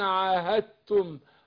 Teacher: لا، هنا إدغام متجانسين، أنا أدغمت الدال بتاعت عاهدتم في التاء، فبقول عاهدتم، يعني مش بنطق الدال، يا أسرع عاهدتم، بس أنا ما بنطقش الدال، فبندغم الدال في التاء إدغام متجانسين